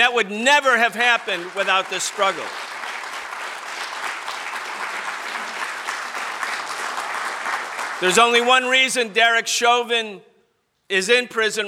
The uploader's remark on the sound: Keynote Speech At L.A. Socialism Conference. Keynote speech at the Los Angeles Socialism Conference.